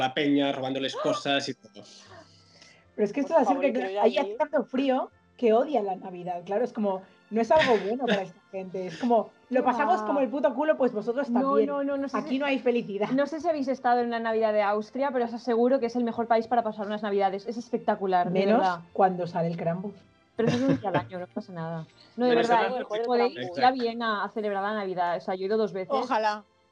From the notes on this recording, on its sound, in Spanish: En este especial Navidad 2020, todo el equipo de La Sabionda se reúne, por supuesto a través de Skype, con este formato especial.